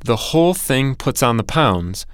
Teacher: The whole thing puts on the pounds, with stress on the whole thing.